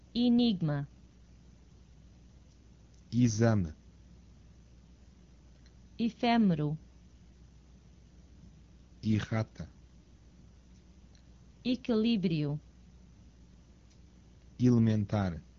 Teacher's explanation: O E inicial, pronunciado como I.